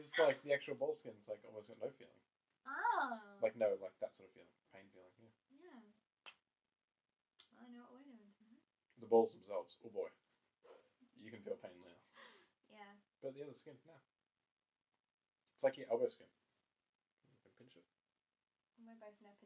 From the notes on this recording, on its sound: Sorry that the audio is very low